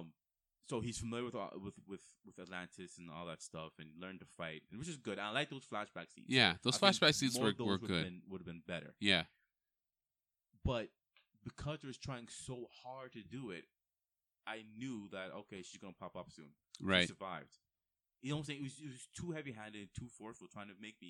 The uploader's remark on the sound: Apologies, there were some volume difficulties with is recording. Completely listenable, just need to turn up the volume.